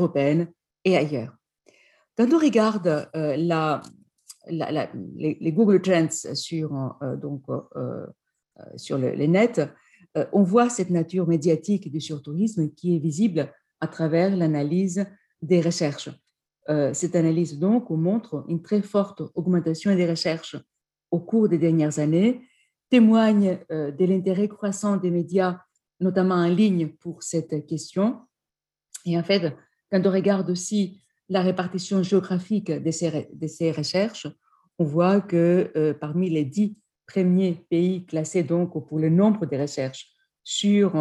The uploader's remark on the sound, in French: Enregistré sur zoom.